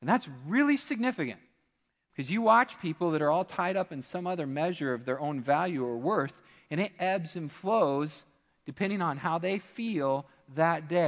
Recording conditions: large echoing room